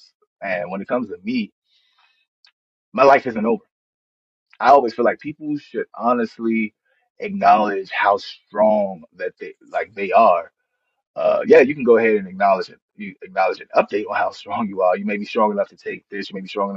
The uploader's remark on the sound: This was a live talk given to over 2100 listeners. Please forgive the audio a little.